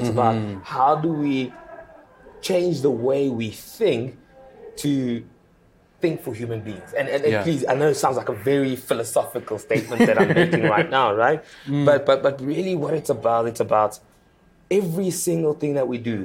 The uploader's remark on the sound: He joined us at the UX SA conference for a chat.